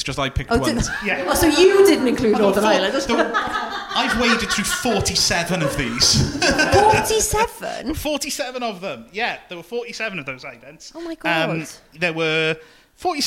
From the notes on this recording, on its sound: it was all live at the Aberystwyth Comedy Festival.